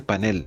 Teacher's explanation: porque es una palabra aguda cuya fuerza de entonación está en la última sílaba. Por lo tanto, debe evitarse la grafía panel, con tilde en la A, así como la pronunciación grave panel, propia de la raíz de origen en inglés.